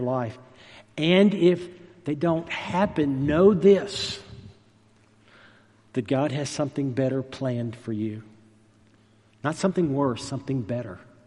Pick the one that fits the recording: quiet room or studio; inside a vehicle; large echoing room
large echoing room